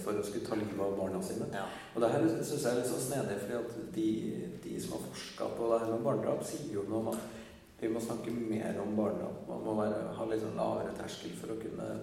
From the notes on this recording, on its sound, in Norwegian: Live på Trondheim Folkebibliotek